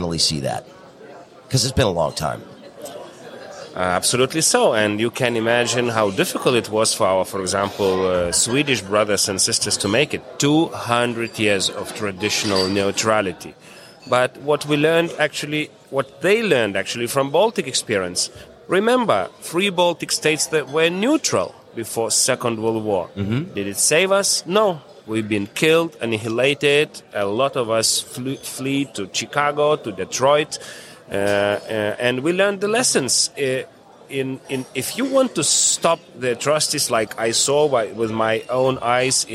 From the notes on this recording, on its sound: We caught up with the Ambassador at the Detroit Regional Chamber's annual Mackinac Policy Conference